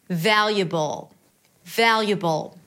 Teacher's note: we have the B sound, schwa, and dark L.